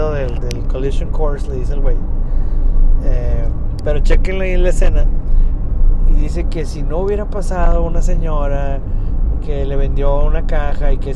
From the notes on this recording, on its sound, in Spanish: nos lanzamos a explorar con cámaras y grabadoras de sonido la escuela Carmen Romano en el obispado